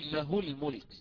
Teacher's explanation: الهاء هذه متحركة، قبلها متحرك ولكن بعدها ساكن، بعدها ساكن، إذن لا مد فيها. ما يأتي أحد يقول له الملك، لا، هنا في عند التقاء ساكنين أقصر هاء الضمير فأقول له الملك عادية.